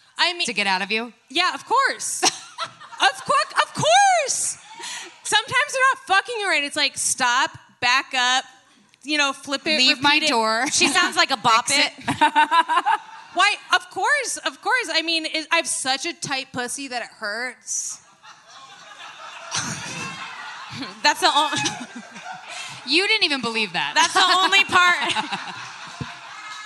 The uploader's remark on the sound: live from Skankfest South in Houston, Texas.